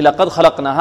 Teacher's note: عندنا اللام في لقد مرققة، والقاف بعدها مفخمة، والدال في لقد مرققة، والخاء التي في خلقنا مفخمة، واللام مرققة، والقاف مفخمة، والنون مرققة.